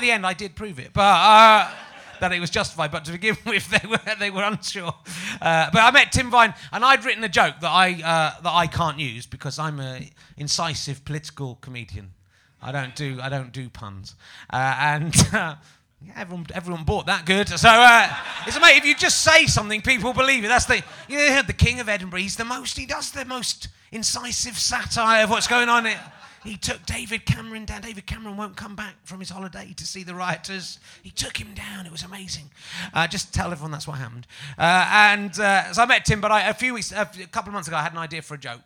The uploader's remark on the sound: Edinburgh Fringe Podcast 2011. Luckily today's podcast audience aren't weird - well not in that way.